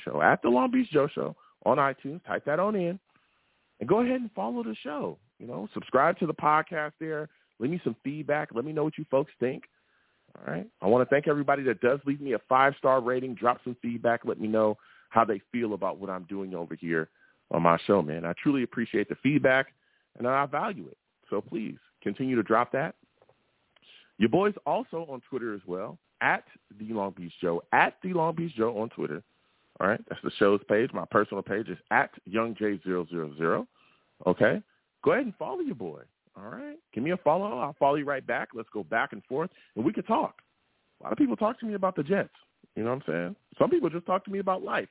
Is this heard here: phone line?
yes